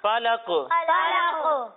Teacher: ہم قاف کو ساکن کر دیں گے تو آواز لوٹتی ہوئی محسوس ہوگی